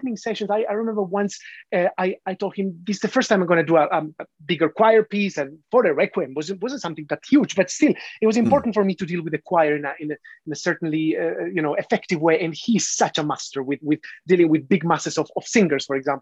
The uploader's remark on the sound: This interview was recorded on 22nd December 2021 via Zoom.